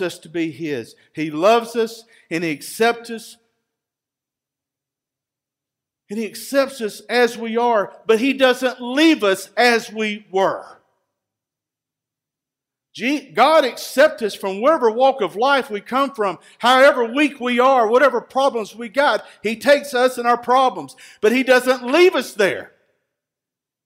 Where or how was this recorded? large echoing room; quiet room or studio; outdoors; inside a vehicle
large echoing room